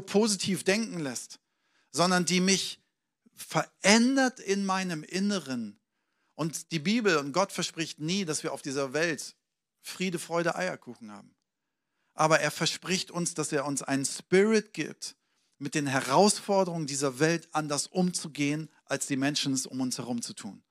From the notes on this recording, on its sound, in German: Sonntagspredigt aus dem Standort Bochum.